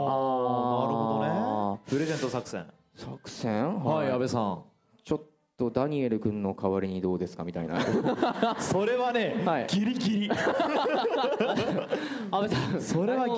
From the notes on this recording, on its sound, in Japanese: 8/30に下北沢タウンホールで行われた。100回記念の公開録音の模様をお届けします！